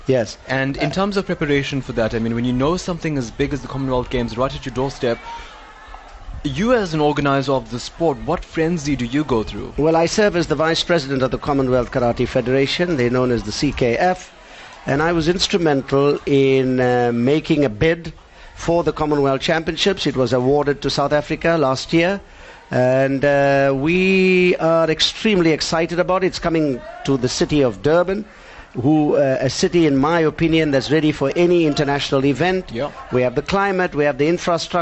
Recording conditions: busy venue